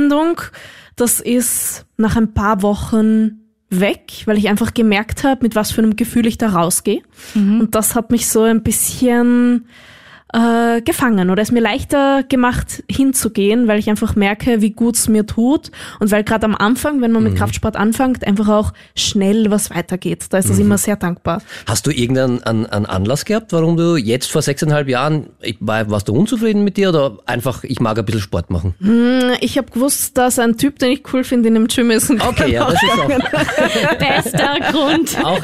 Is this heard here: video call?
no